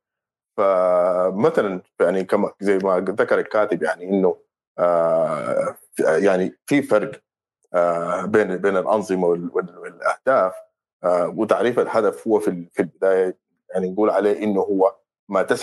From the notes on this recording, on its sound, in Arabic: تسجيل لمساحة ابن رشد الأسبوعية على منصة تويتر